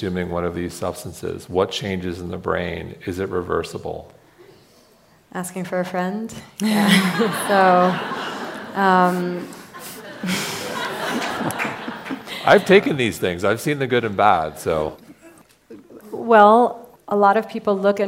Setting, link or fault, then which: setting, busy venue